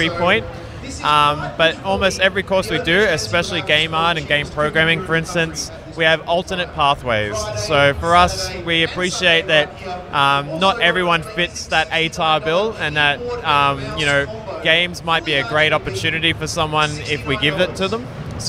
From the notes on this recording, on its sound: Recorded Friday 11th October 2019 at PAX Australia at Melbourne Convention and Exhibition Centre.